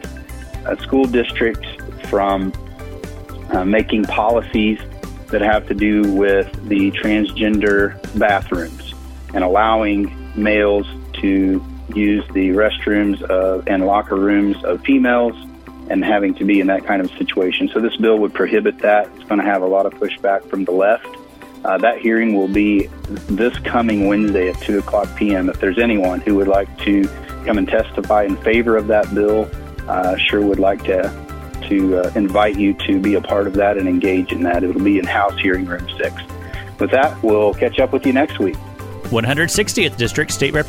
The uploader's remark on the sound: on the phone with us today